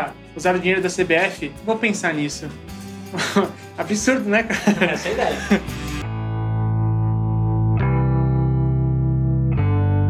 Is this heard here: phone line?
no